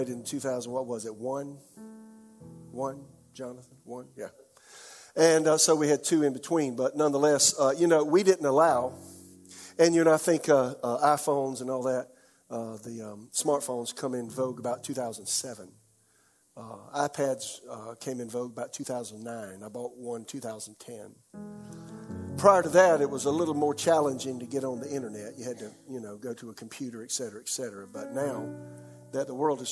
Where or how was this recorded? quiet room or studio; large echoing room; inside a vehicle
large echoing room